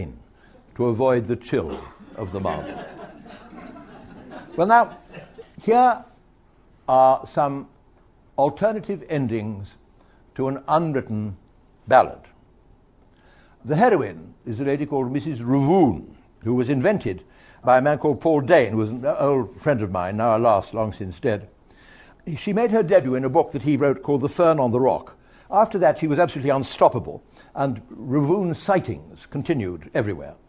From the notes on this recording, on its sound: Listeners to this audiobook can share the delight of the live audience